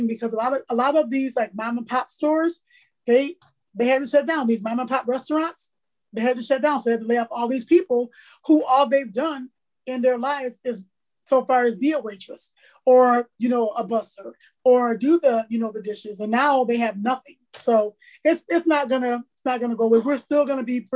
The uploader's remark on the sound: This is our 2nd virtual recording, be kind.